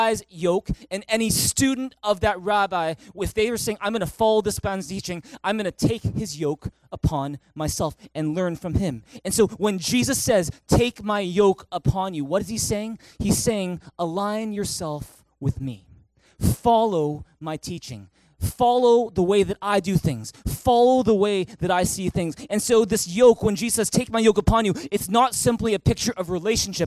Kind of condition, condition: setting, large echoing room